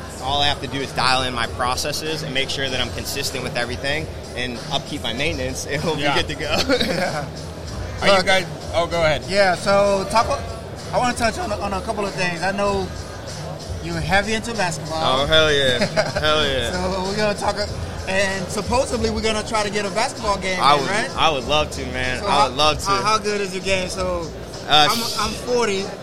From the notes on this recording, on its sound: Live from ISS Long Beach 2024. A live and dynamic session straight from the heart of Impression Expo Long Beach 2024.